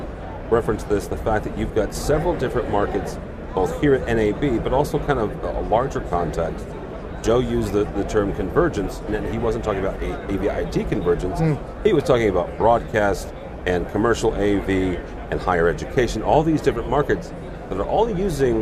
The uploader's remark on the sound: Live From NAB 2022